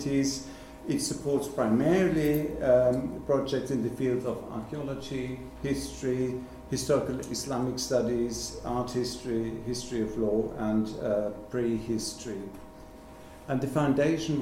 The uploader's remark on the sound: The lecture was given on 28 November 2017 at the German Historical Institute London.